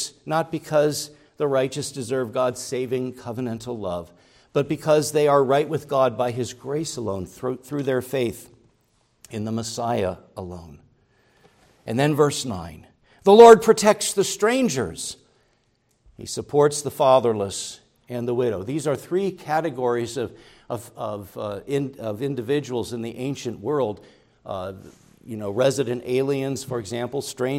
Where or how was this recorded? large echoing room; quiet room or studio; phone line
large echoing room